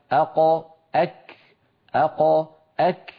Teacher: فتجدون بأن الكاف متقدمة قليلا على مخرج القاف